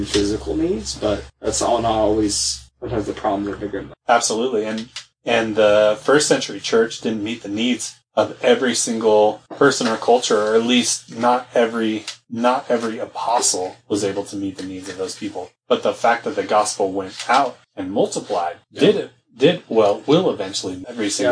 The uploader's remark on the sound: Sadly the audio failed